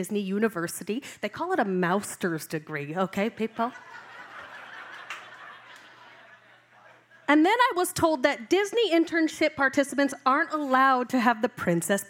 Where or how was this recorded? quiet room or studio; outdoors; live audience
live audience